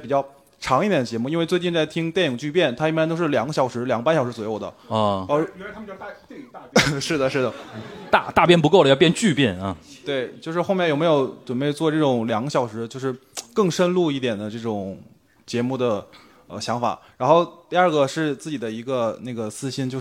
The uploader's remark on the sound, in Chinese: 东亚观察局》线下见面会东京站实况